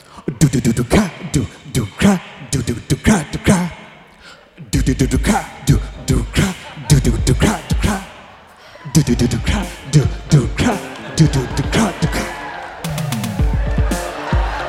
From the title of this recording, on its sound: Snap LIVE! At The Paramount